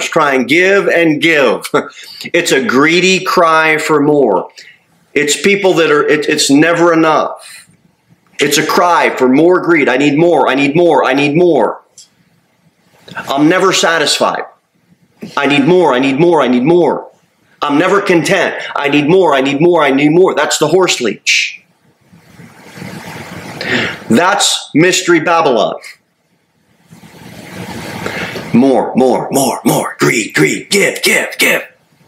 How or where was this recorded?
large echoing room